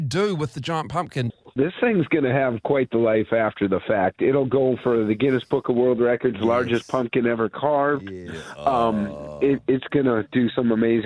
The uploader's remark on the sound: joins us on the phone